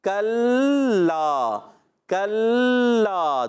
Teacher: کلا کاف کو لام سے ملائیں گے، لام مشدد ہے، دو مرتبہ پڑھا جائے گا، کل اور لا، کلا کلا، دو مرتبہ ہو گیا نا